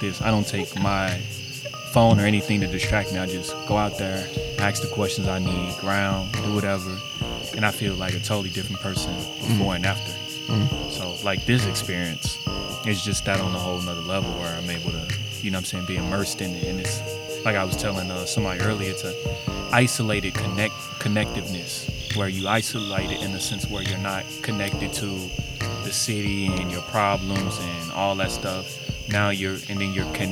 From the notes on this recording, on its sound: Recorded live at Shaw Nature Reserve, Missouri Botanical Gardens, September 22, 2023 around a campfire.